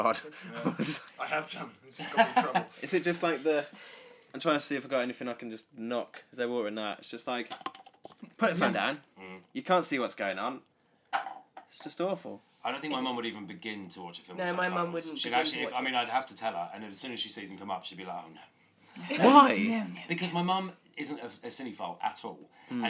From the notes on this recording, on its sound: Live from the London Film Festival with Picturehouse Central and Hoxton Movies.